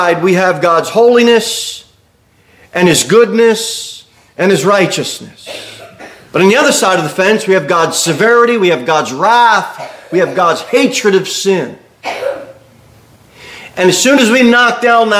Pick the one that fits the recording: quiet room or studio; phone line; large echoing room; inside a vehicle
large echoing room